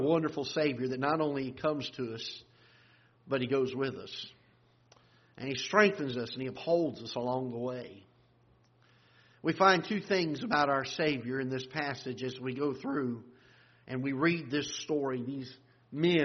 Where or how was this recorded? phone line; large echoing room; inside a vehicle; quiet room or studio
large echoing room